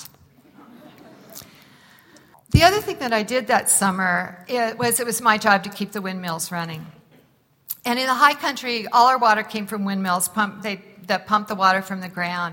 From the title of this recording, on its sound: Live from the Cowboy Poetry Gathering